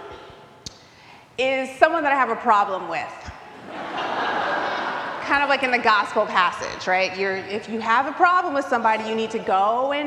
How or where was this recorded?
live audience